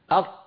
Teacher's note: جربوا أق، جربوا أق، انطق قاف واقفلوا مخرجها أق، ألا تشعرون هنا في حلوقكم بضيق وانزعاج لأن الهواء المضغوط محبوس خلف اللسان يريد الخروج فيجد الطريقة أمامه مسدودة